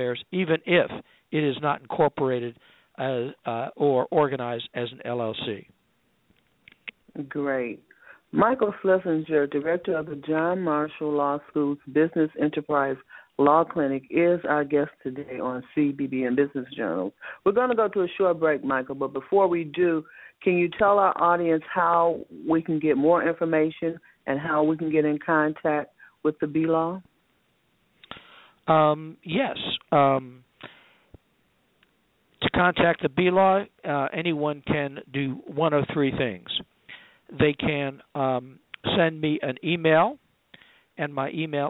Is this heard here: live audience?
no